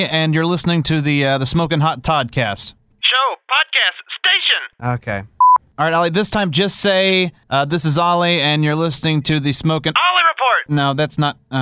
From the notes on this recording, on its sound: reverse prank phone calls someone